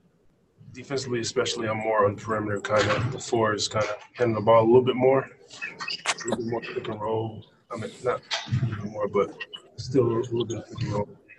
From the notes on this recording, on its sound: spoke to the media via Zoom conference after practice on Saturday in Orlando